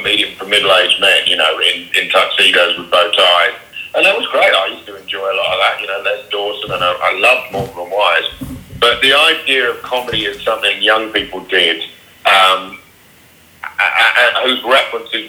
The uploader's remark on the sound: A brief phone conversation